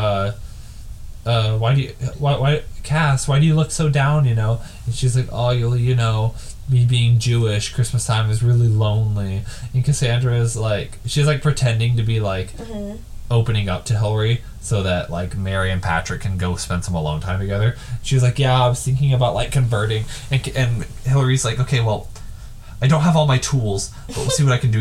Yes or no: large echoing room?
no